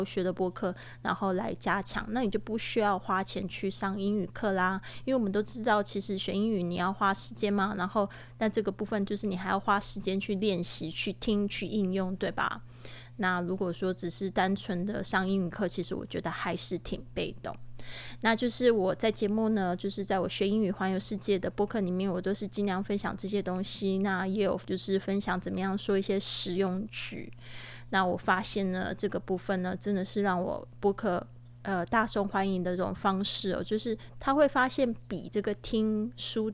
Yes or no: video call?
no